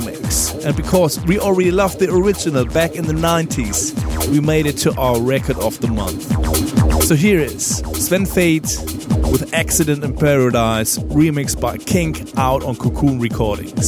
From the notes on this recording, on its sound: live at Daydream Festival, 16-April-2016, Lommel, Belgium